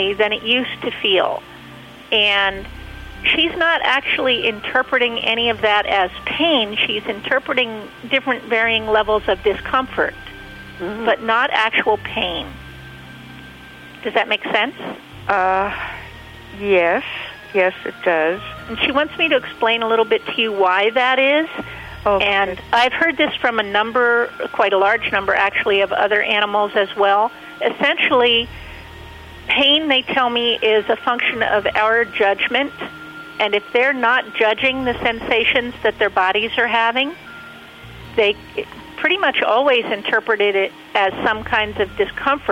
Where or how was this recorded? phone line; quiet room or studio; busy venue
phone line